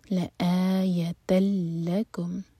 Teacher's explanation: فتح کی تنوین کے بعد لام، تو ادغام بغیر غنہ کے، یہاں پر تن آواز بالکل نہیں آئے گی